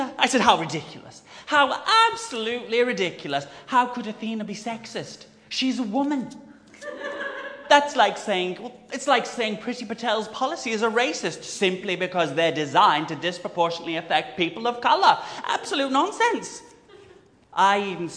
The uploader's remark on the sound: The audio is live and unedited so forgive the occasional slippages with the vol-au-vents, won’t you? With thanks to The Yard (London).